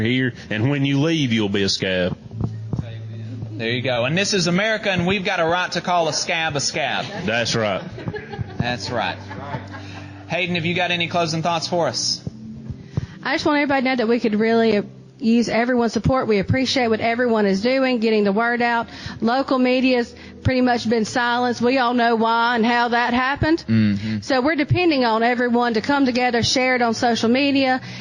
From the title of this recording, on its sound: LIVE from the UMWA Fundraiser